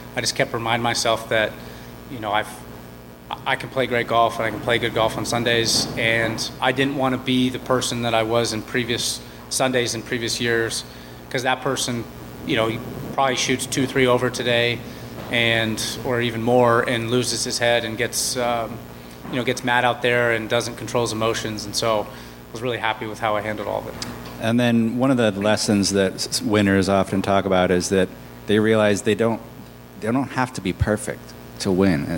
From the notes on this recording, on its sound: Live interviews from The Wells Fargo Championship